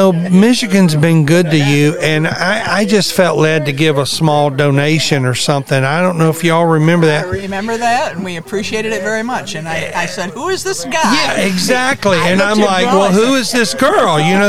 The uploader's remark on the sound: LIVE at the Evans Media Source, LLC The Palatka Bluegrass Festival